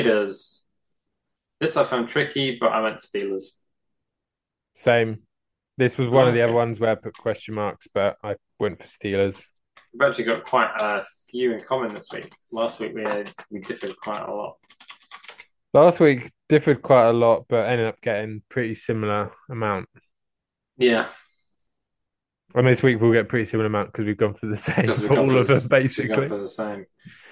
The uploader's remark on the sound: The audio quality on this one isn't ideal - sorry. Genuinely because I forgot to plug the mic in.